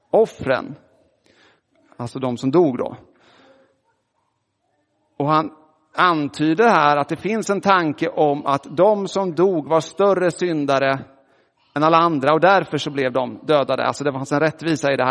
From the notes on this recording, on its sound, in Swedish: Inspelad i Roseniuskyrkan den 2 juli 2023.